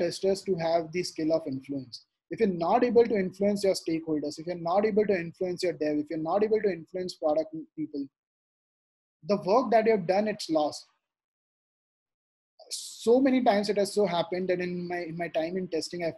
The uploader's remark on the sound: this audio segment from the webinar